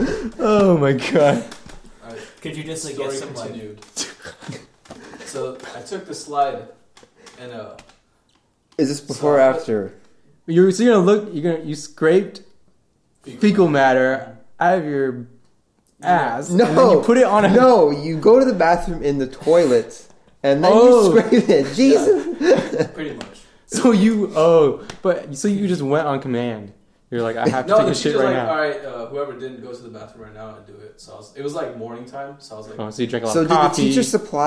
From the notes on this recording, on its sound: We only have one mic and one set of headphones.